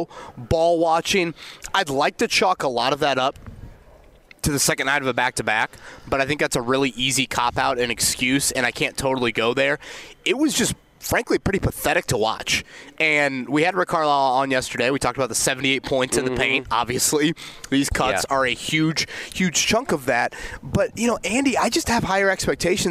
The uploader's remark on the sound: We're live at the NFL Combine. Colts, Combine & fire alarms, oh my!